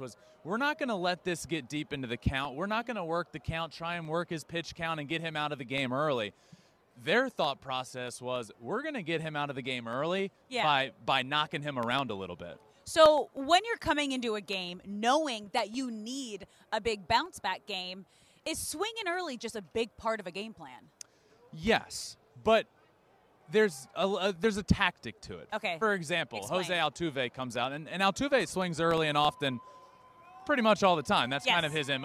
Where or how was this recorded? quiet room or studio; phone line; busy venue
busy venue